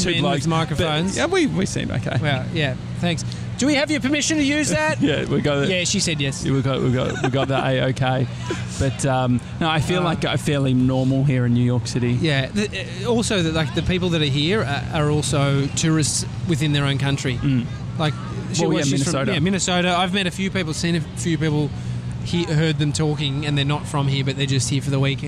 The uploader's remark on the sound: Live from Times Square! We still manage to feed a horse and have a chat with a girl on a bike.